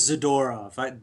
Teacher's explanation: I think we like pronouncing the second to last syllable with the stress.